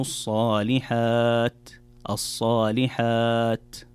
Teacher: الوقوف على حرف التاء يكون بهمس وليس بقلقلة أو بإطباق التاء فتختفي كأنها تختفي تماما، فتقرأ إلا الذين آمنوا وعملوا الصالحات الصالحات.